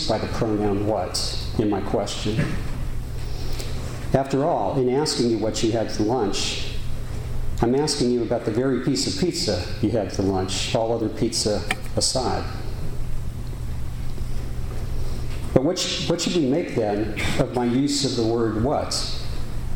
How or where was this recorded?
large echoing room